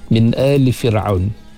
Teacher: nun mati bertemu dengan hamzah, kita jangan terdengung di situ. Nun mati bertemu dengan huruf-huruf hamzah yang enam tu, jangan dengung.